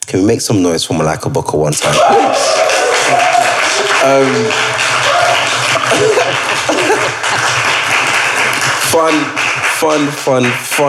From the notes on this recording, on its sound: Live and Direct from The Roundhouse. As part of our 40th Birthday Celebrations at Roundhouse.